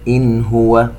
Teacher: نون ساكنة وبعدها حرف الهاء إظهار حلقي